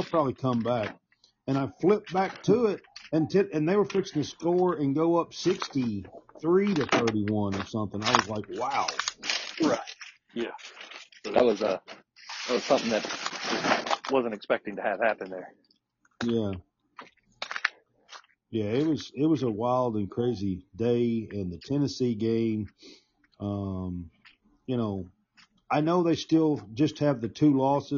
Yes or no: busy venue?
no